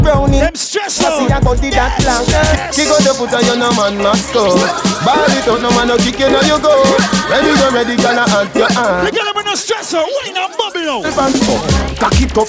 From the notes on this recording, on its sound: PAN DI PLAZA LIVE AUDIO JAN 2020.